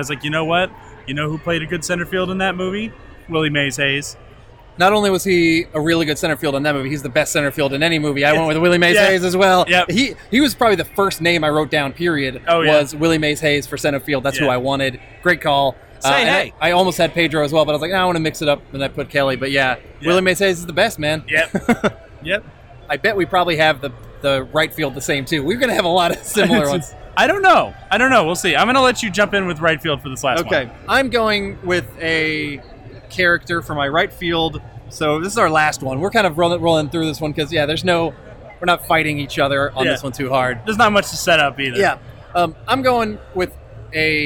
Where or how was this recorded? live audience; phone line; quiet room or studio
live audience